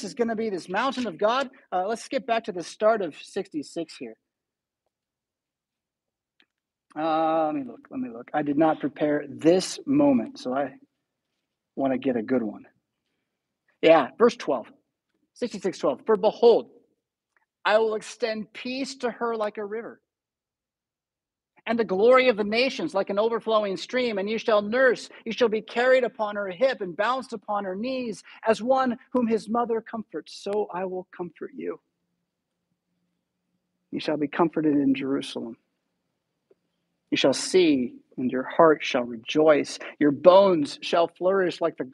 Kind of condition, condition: setting, large echoing room